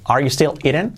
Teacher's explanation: Eating es ahí como una E, eating. Y la G no se pronuncia.